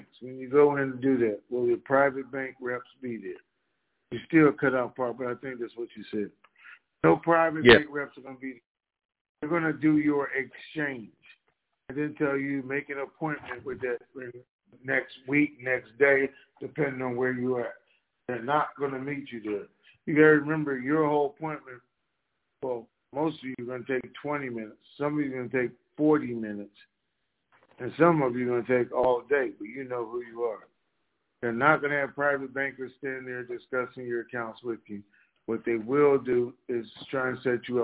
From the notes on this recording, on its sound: TNTSuperfantastic Conference Call